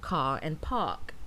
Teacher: many varieties of British English are non-rhotic, so the R sound is not pronounced in certain contexts